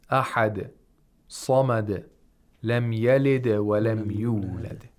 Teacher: We have to hear the dals. We only have qalqala of dal.